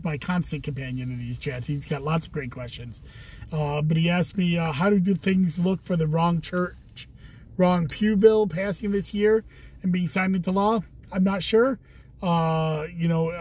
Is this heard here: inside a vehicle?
yes